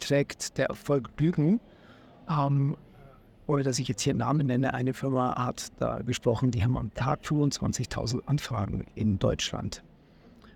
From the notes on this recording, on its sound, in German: live vom Deutschen Pflegetag 2023 in Berlin